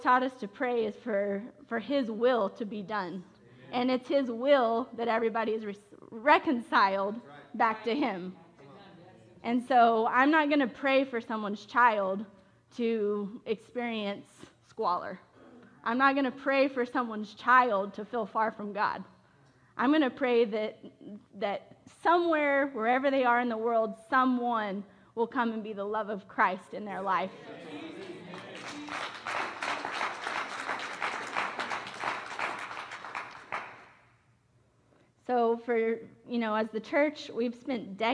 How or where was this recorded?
large echoing room